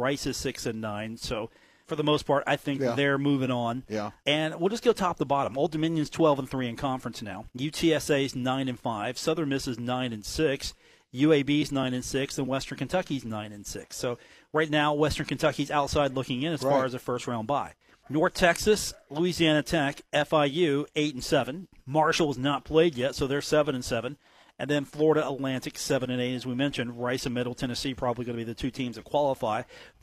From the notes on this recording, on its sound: from The Union Pub and Grill in Huntington